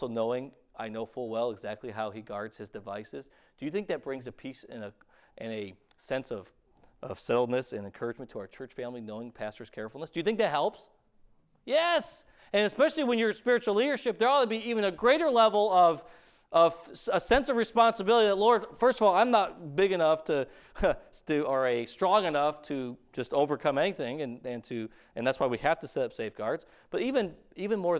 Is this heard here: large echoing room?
yes